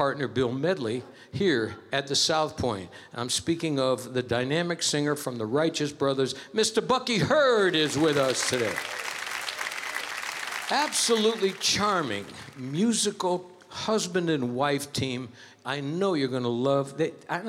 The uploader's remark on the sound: Live at the South Point Casino